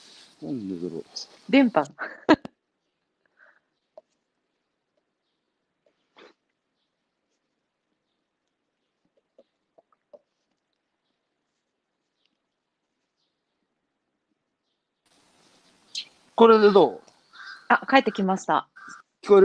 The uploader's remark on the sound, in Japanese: 歩きながら1時間、対談する